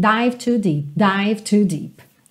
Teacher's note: Aqui, dived to, você acaba juntando o D